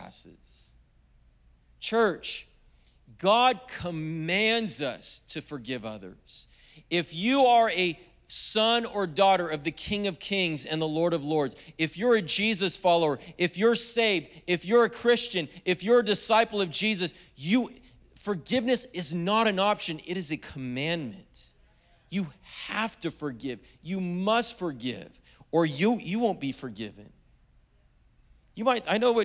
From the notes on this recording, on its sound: was preached on February 27th at the 10AM service.